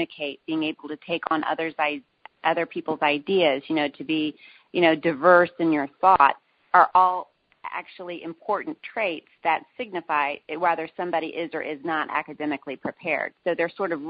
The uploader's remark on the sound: Women On the Wall Conference Call